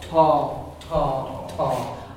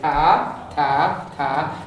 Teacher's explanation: The A in Munster and Connacht is very far back · Shown in: first take · Term: back A